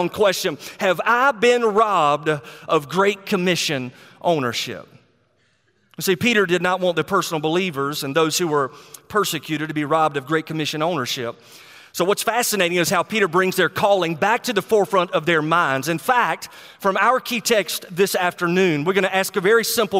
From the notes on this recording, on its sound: a sermon he preached at Go Georgia 2019